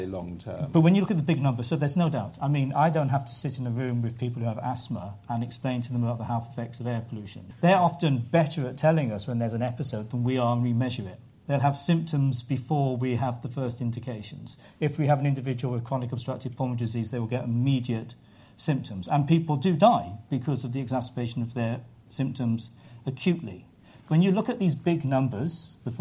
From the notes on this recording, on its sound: A panel of experts at a recent FT event in London.